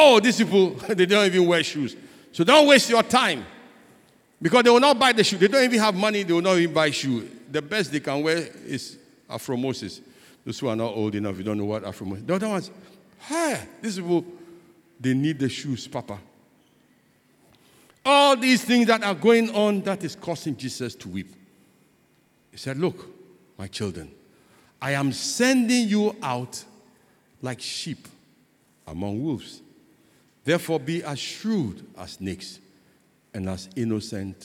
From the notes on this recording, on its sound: Sermon preached at CBC Shiashie Campus